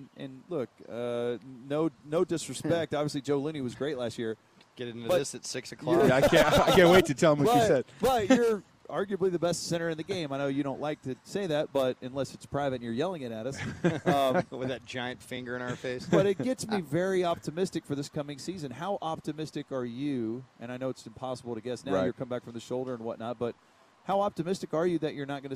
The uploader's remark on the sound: live from his own charity event at Top Golf